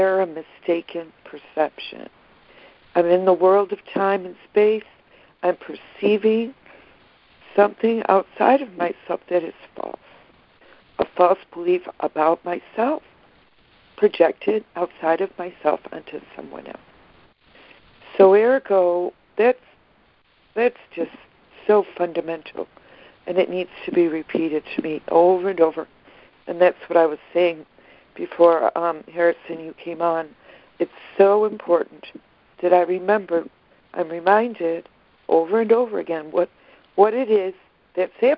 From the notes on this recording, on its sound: ACIM Daily Conference Call.